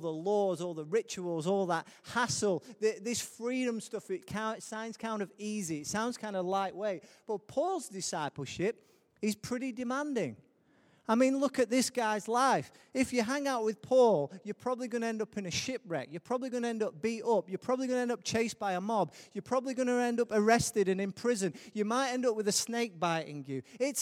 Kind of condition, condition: setting, live audience